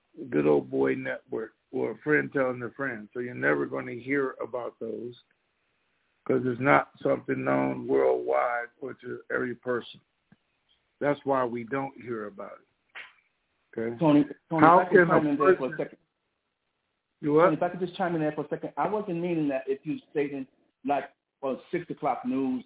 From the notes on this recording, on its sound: TNTSuperfantastic Conference Call